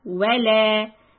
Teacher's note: So for wa, make your rounded lips, wa, and then flatten it. وَلَا، and the lam is two counts, lam alif. You have to make it long, otherwise it will change meaning.